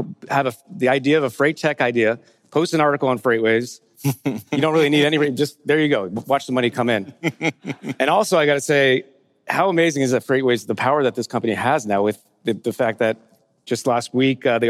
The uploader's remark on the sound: Fireside Chat: Emerge - Future of Supply Chain. The first fireside chat on the main stage of the Future of Supply Chain Conference in Northwest Arkansas.